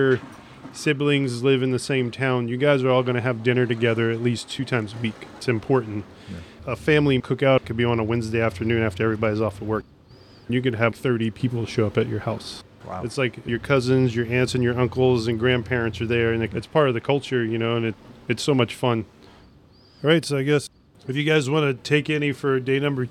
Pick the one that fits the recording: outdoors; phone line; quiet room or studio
outdoors